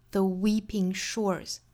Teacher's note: 卷出来的，所以是 ever、 earth 还有 shore、shore。英音和美音的差别其实并不是特别的大，那不管英音还是美音，它其实都属于英语嘛，它其实就相当于我们汉语里面的北京话、天津话这样的方言不一样，实际上都是英语。所以我们在学习英语语音的时候，也是要更多放到比如说这句话里面的轻重搭配啊，比如说这句话里面的元音和辅音的正确度啊，而不是更多放到说英音和美音的区分上。比如说这句话里面最后的词，这个 shore 这个词，它后面加的这个 s 跟英音的读法是一样的，依然是要读一个浊音的 z 的发音